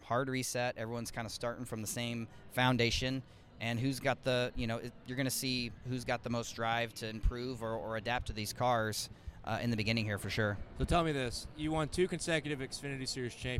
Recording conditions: busy venue